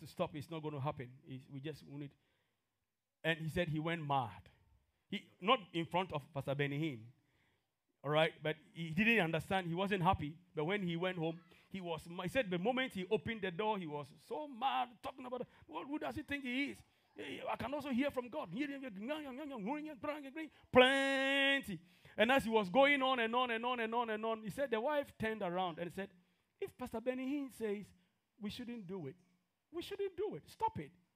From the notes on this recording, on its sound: This podcast is a live recording of a Sunday Service